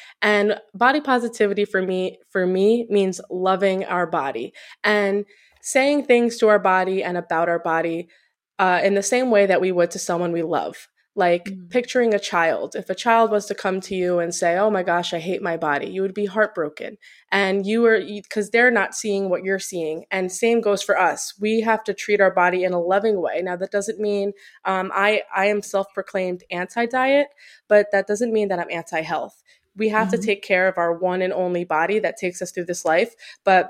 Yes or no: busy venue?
no